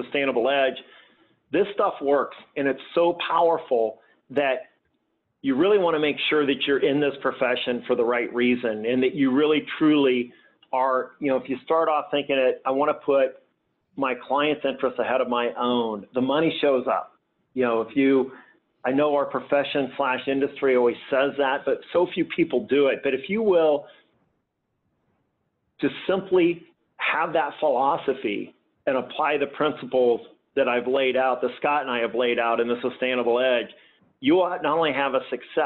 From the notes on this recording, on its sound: This conversation was originally a LIVE Q & A call